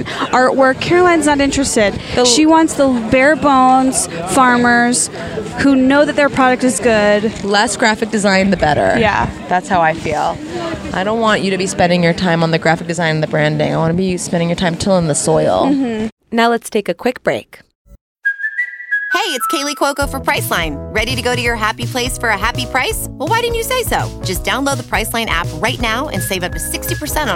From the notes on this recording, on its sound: recorded an episode LIVE from the Hollywood Farmer's Market!